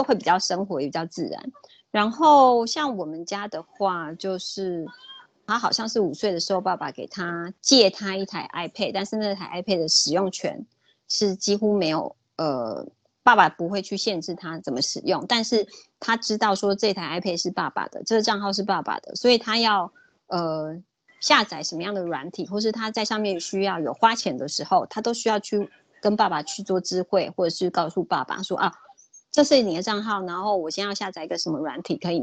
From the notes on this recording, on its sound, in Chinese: 此為線上課程錄音檔